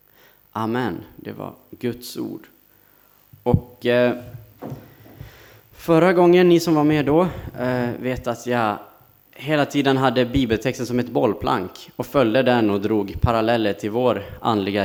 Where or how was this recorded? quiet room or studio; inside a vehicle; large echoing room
large echoing room